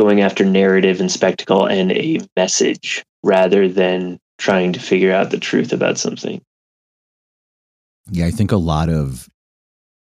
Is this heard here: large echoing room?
no